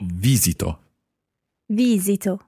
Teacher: the stress in most of the parts of this verb, at least the first, second and third person singular and the third person plural, is on the first syllable